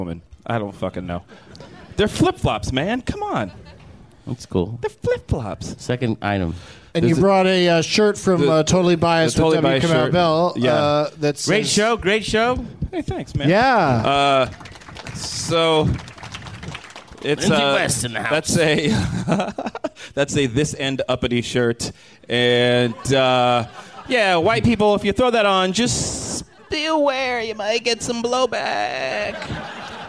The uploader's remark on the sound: Live from the Punchline in Sacramento, CA